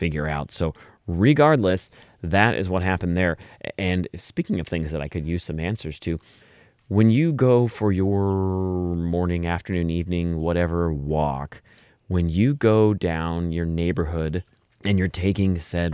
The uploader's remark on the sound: I recorded this episode of Just Say It outside. I recorded this episode of Just Say It outside.